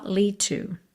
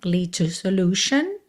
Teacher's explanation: lead termina em D, to começa em T, você junta num som só